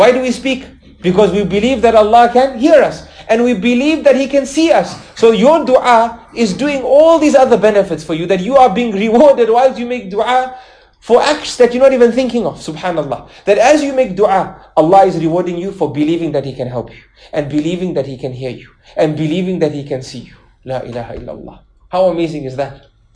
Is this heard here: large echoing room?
yes